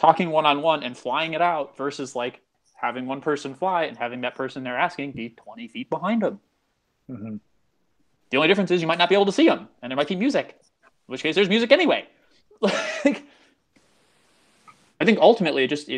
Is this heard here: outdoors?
no